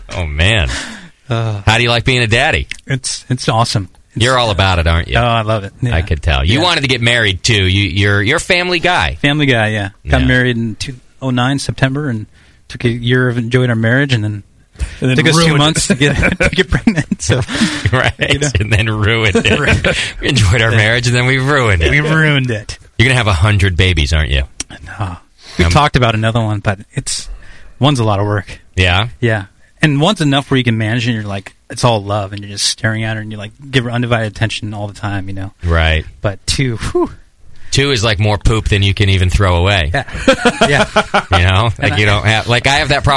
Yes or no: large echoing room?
no